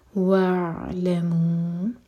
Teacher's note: واعلموا عین ساکن پر تاکہ جھٹکا نہ ہو ہم تھوڑا سا ٹائم دیں گے